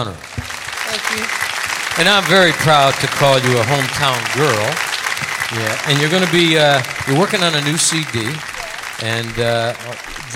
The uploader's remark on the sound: Live at the SouthPoint Casino